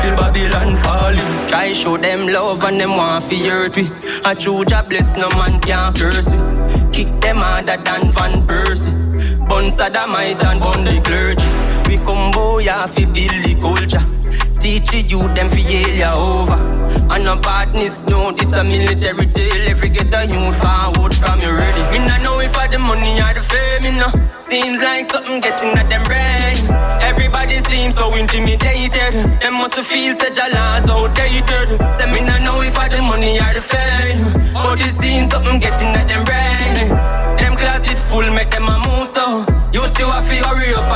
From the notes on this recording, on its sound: COSMIC FM. Live aus der Sommerbar im Salzhaus.